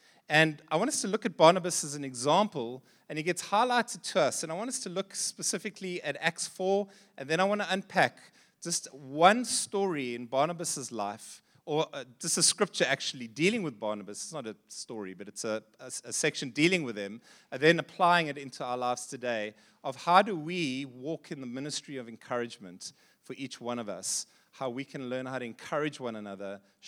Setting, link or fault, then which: setting, large echoing room